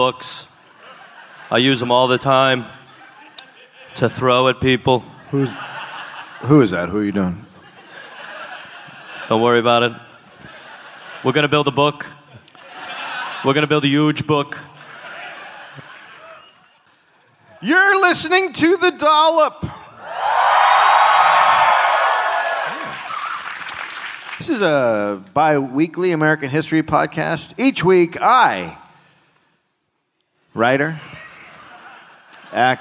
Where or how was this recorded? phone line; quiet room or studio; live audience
live audience